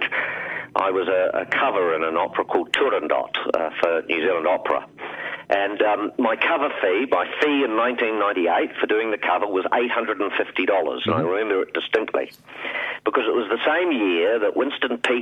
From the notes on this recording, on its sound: calls